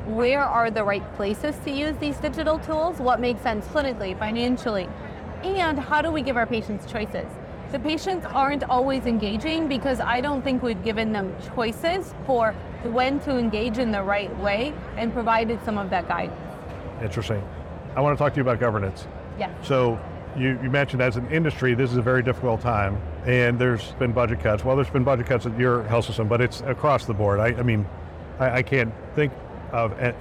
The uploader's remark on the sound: Interview in Action live from HIMSS 2023